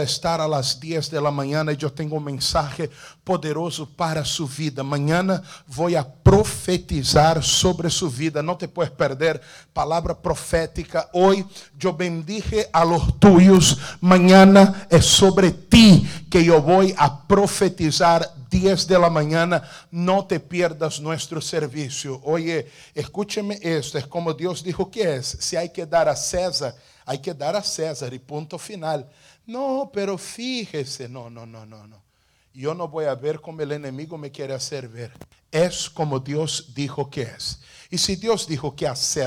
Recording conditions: large echoing room